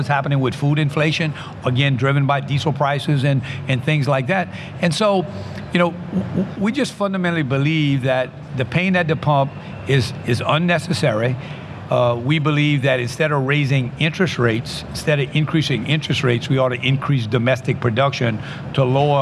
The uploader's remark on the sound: which was recorded at OTC